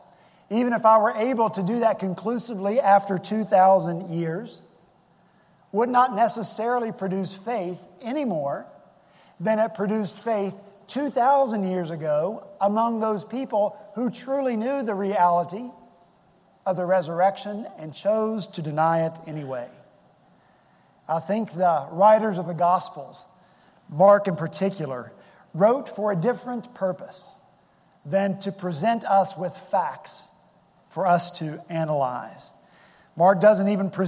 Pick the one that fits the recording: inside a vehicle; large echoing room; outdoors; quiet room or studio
large echoing room